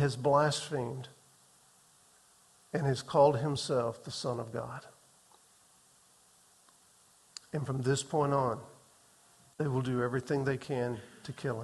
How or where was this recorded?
large echoing room